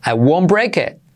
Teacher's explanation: la T de it casi no se dice, ¿ves? I won't break it.